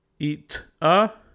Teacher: We move forward T to leave a VC connection.